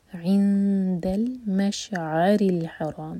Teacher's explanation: شین ساکن کے بعد عین پر زور دیا جائے گا اور آ کے بعد ری جو ہے باریک ہوگا، کسرہ ہے. مشعر الحرام، روحوی، اور پھر آخر میں میم واضح اور را چار ہر کا لمبا، مد عار السکون.